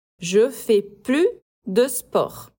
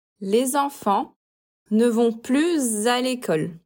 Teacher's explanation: a pronúncia é plus, com o U, o biquinho do francês, e o S mudo